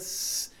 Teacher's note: se assemelha a um ruído branco, mas é um ruído bem filtrado, claro, mas que é uma fricativa longa